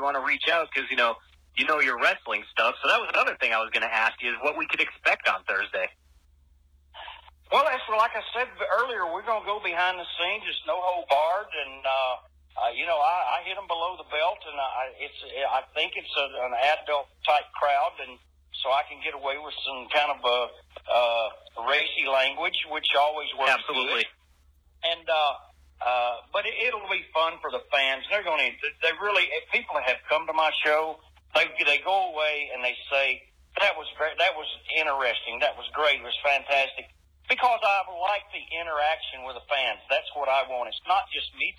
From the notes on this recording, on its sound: This phone interview